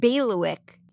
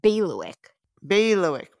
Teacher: So it's a long A, like bay, and the stress is on the bay. And instead of leewick, it's lewick.